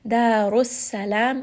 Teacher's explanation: ra in this case is going to be heavy because it has a dhamma.